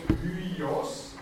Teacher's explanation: Hyios, wieder drei Vokale nebeneinander, die man allerdings, Sie hören es, Hyios getrennt ausspricht, also kein Diphthong